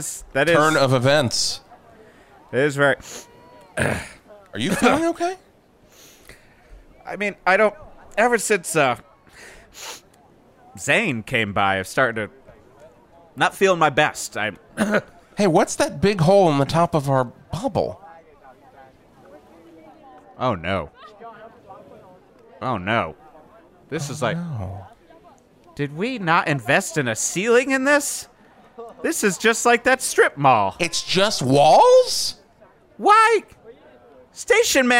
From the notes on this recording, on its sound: live from the launch of the "800,000 Tons Of Nuthin But Guns" rock cruise sponsored by Livingston Cruise Line!